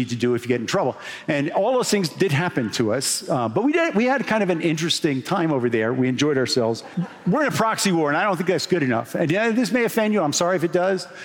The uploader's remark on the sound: Recorded at the closing of the 2023 Sun Valley Writers' Conference